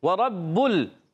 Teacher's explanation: با مشدد ذرا رک کر ادا کریں گے، با کا مخرج ہے دونوں ہونٹوں کا تر حصہ